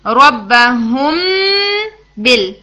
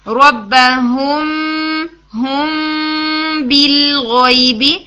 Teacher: اخفا کرتے ہوئے ناک کی ساؤنڈ ضرور ہوتی ہے لیکن ساؤنڈ اندر جانے کی بجائے لپس کے اوپر آ رہی ہوتی ہے · Shown in: second take · ہم یعنی ہوں، جیسے آپ ہوں کر کے بولیں لپس کو گیپ دے کے ہوں، تو ساؤنڈ آپ کی لپس کی طرف آ رہی ہوتی ہے، اخفا میں ایسے ہو رہا ہوتا ہے. · Term: اخفا شفوی